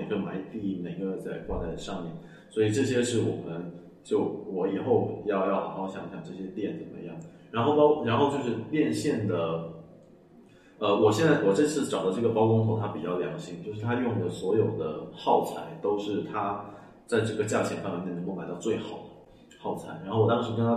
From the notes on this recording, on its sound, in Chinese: 在场还有两位热心听众旁听。由于第一次在实体店里录音，经验欠缺导致音质不佳，场面有些混乱，还请见谅。